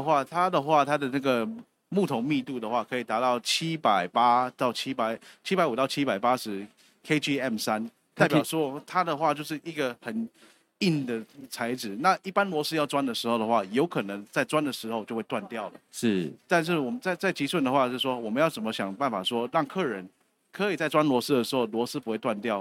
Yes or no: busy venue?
yes